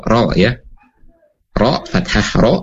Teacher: Ro fathah ro itu tidak dimasukkan ke dalam huruf isti'la karena memang tidak terangkat tadi pangkal lidahnya